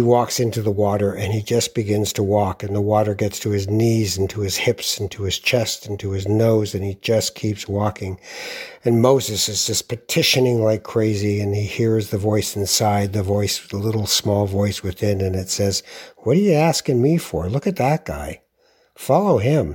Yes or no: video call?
no